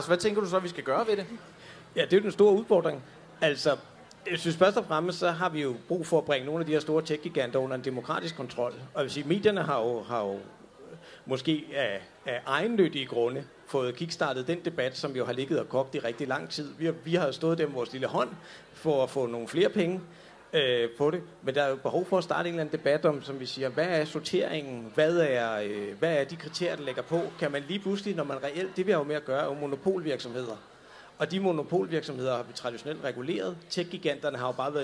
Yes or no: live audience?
yes